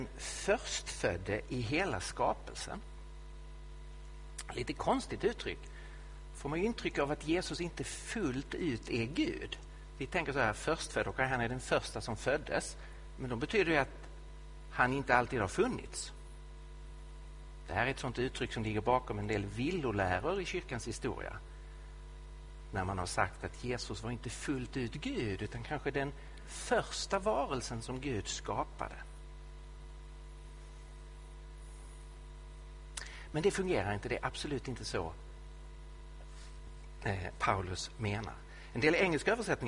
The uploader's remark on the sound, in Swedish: Inspelad i Betlehemskyrkan i Stockholm.